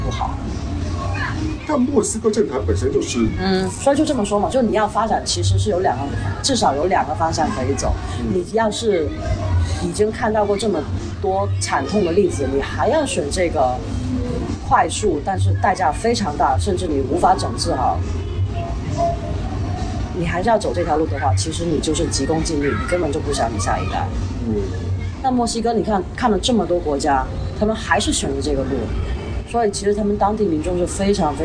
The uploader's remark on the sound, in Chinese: 本期为墨西哥户外录音，搭配旅游热门地夜生活的嘈杂，敬请谅解～